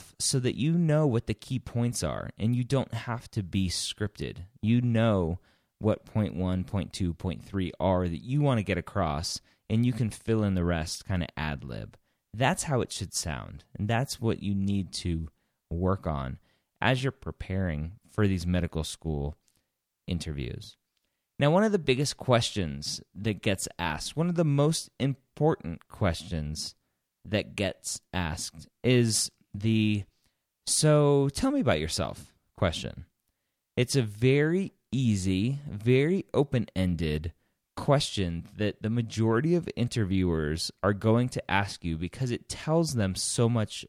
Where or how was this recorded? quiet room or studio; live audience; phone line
quiet room or studio